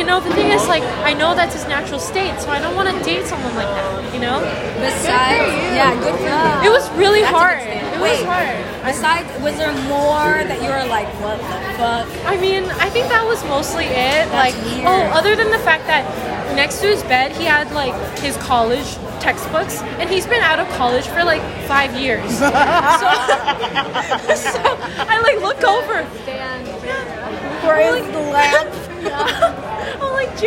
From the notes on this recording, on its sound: recorded at Izakaya Kou in the Fillmore